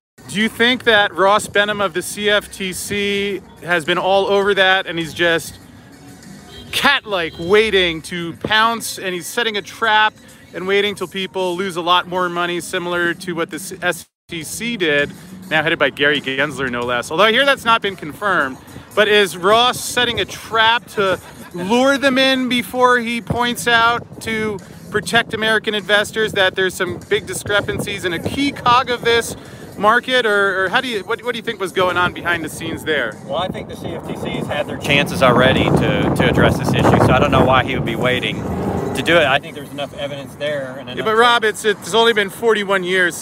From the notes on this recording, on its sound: Live from the Vegas strip.